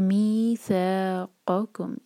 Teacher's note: یہاں پر سا کھنچ رہا ہے، اس کے بعد قاف جو ہے اس پر زور · Term: مد